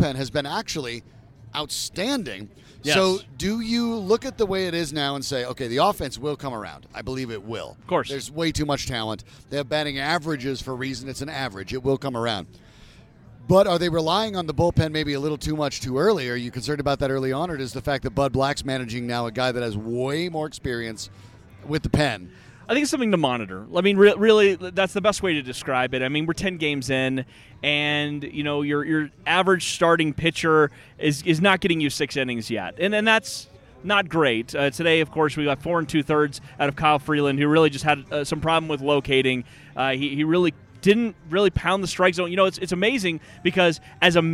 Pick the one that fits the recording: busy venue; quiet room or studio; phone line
busy venue